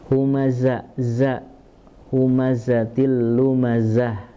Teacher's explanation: huruf za-nya berdesis ya. Dia memiliki sifat sofir, jadi ada desisnya. Humaza, za, humazatil lumazah.